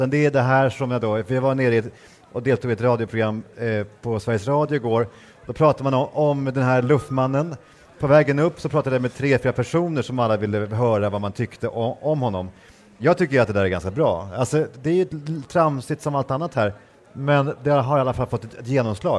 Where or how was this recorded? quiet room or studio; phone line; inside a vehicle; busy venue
busy venue